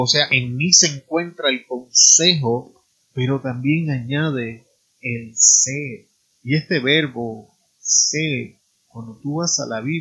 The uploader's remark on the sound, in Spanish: Tuve problemas con el audio, disculpen la calidad de sonido en el día de hoy.